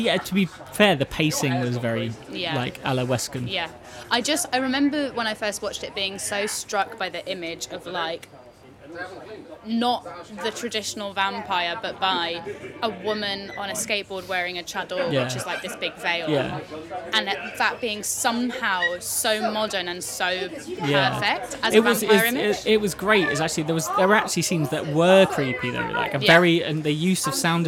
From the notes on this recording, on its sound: drinking IPA in a pub in Surbiton